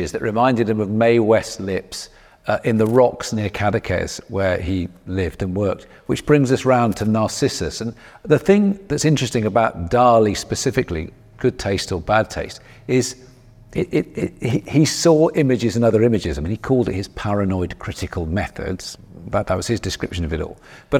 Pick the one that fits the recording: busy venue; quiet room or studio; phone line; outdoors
busy venue